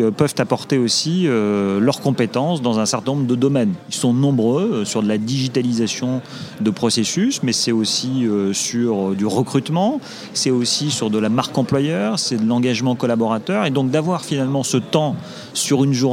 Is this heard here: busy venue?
yes